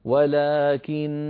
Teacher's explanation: أردنا أن نقف على ولكن وقفا اضطراريا أو اختباريا، نقف بغنة مطولة هكذا، ولكن بغنة ممطوطة